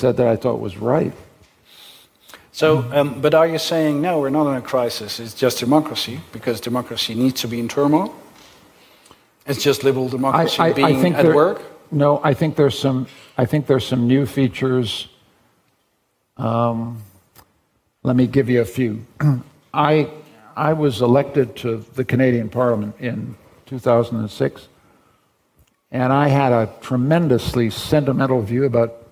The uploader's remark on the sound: Broadcasted live in De Balie in Amsterdam